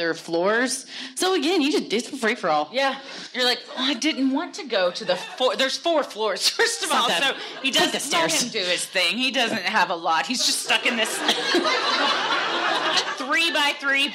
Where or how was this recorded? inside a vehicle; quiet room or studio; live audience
live audience